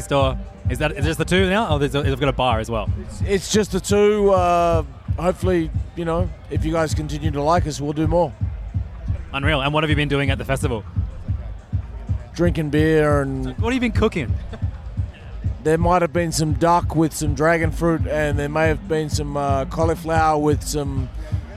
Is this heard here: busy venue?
yes